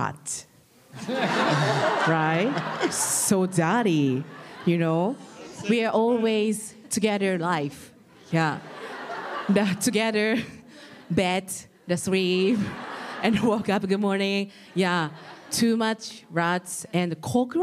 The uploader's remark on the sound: LIVE! Snippets from NYC & ATL. Here are snippets from the New York and Atlanta shows! We loved meeting the fans in person!